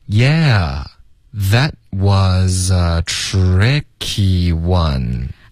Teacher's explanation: 后面呢 that 的 t 会省略。That was a was 跟 a 连读